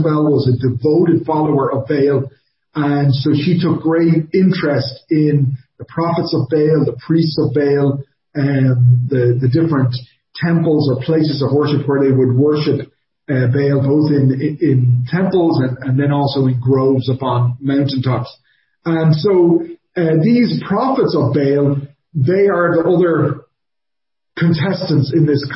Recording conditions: large echoing room